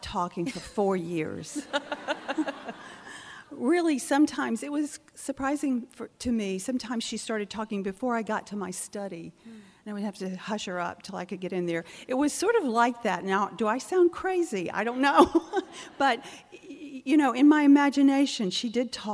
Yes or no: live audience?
yes